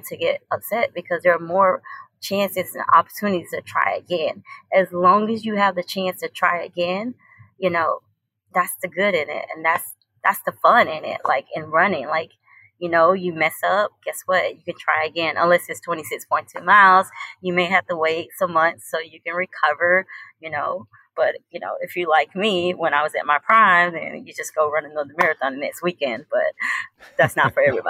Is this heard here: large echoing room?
no